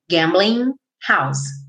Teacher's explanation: Gambling termina com ING. Esse G normalmente não é pronunciado, tá pintadinho de cinza.